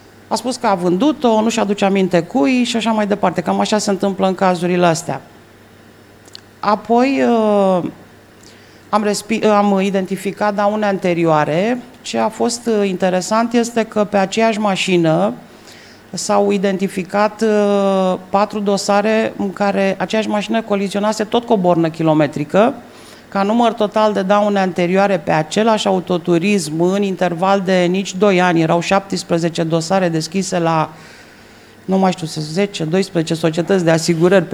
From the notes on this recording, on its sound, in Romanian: FRAUD SUMMIT 2021. Pe scena evenimentului, fizic și via Zoom.